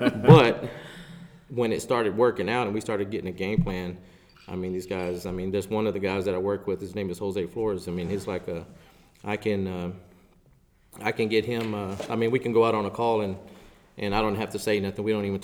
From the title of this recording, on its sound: Live From Texas Animal Control Association's 48th Annual Conference